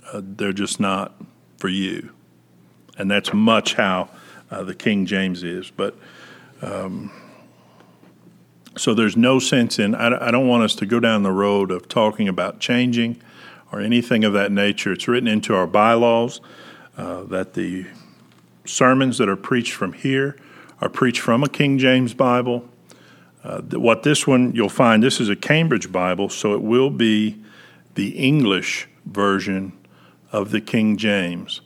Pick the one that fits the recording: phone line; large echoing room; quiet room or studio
large echoing room